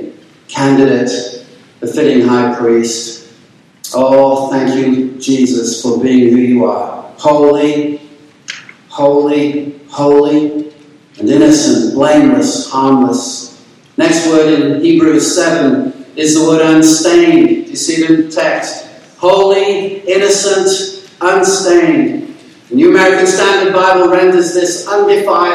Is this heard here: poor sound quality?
yes